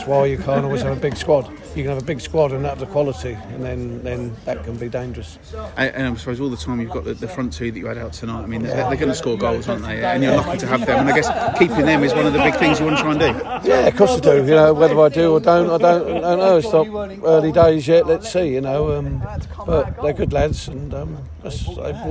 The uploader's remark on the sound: most of it is recorded with one of us on location at the Kent Senior Cup final!